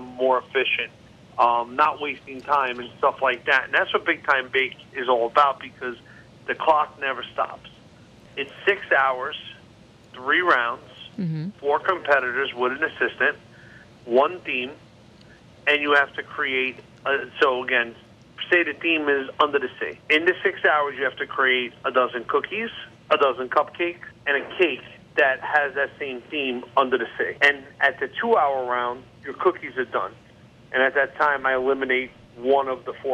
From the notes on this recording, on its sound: hop on the phone with celebrity baker